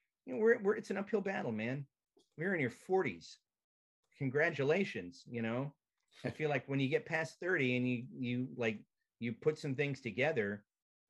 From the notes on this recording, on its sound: I sit down and zoom it out